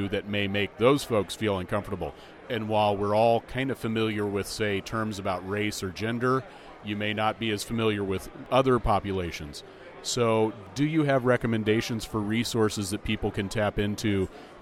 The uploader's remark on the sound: at the Twelfth Annual Southern California Linux Expo (SCALE 12x)